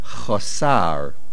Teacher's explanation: The answer is, generally, the word is mil'ra. That means the main accent is on the samach